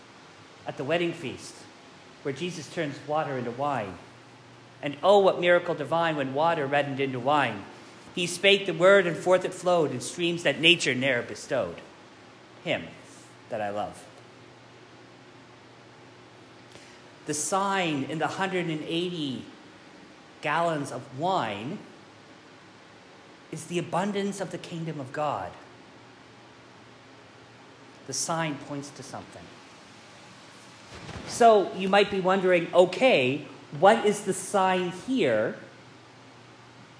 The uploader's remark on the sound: This sermon was preached live at St. John's, Reston.